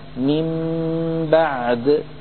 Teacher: حكم الإقلاب أيضا ذكرناه في برنامج كيف نقرأ القرآن، وبينا بأن الصحيح إن شاء الله تعالى في هذا الأمر إطباق الشفتين على الميم المقلوبة عن نون